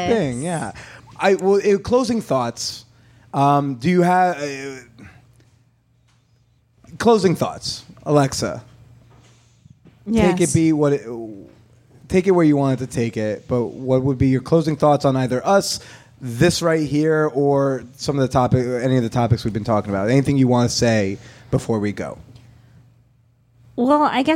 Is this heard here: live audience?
yes